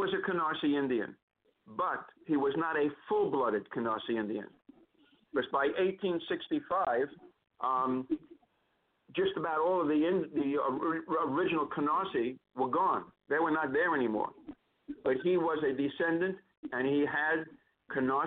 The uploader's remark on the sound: Calls into the Bedford & Sullivan podcast. LIVE at noon ET.